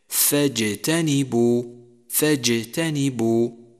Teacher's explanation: حرف الجيم حرف مستفل، لا يستعلي أقصى اللسان عند النطق به، وإنما وسط اللسان، فلا بد من ترقيقه